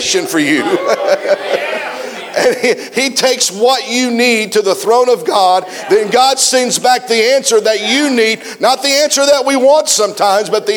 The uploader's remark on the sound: preached a message at the 2023 Back to the Bible Camp Meeting in Lucasville, OH